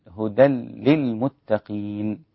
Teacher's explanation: التنوين مع اللام إدغام بدون غنة. كيف الإدغام هدى لل، فلا أقول هدى للمتقين، إنما هدى هدى للمتقين وبدون غنة، لأنه يتعذر على اللسان أو يصعب على اللسان أن يدغم مع الغنة في حرف اللام، لأن اللام من حروف الانحراف.